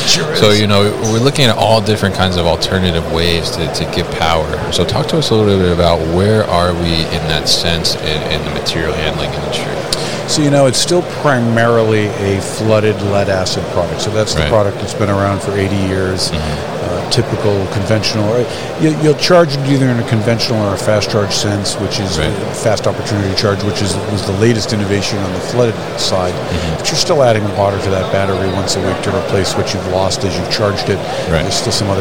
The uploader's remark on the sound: Enersys at MODEX 2022